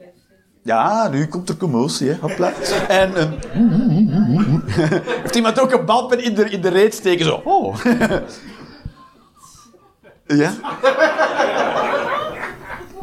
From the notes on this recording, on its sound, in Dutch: Live 22 Maart 2023, bij ComedyhuisClub, Utrecht